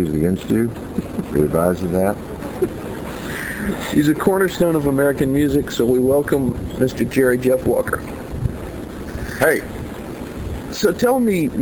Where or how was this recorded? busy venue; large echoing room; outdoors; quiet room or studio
outdoors